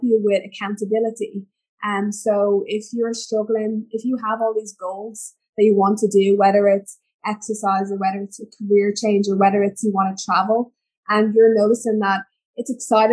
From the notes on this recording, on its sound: When recording this episode, I was experimenting with a new headset and it is quite apparent I should have kept with my usual habit of using my lapel microphone. As a consequence, the sound quality was compromised.